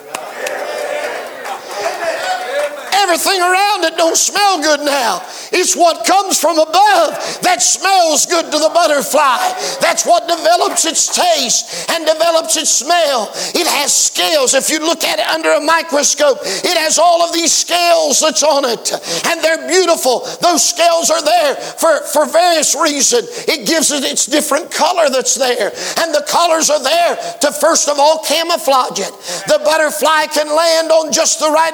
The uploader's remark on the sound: preached at the 2023 Back to the Bible Camp Meeting in Lucasville, OH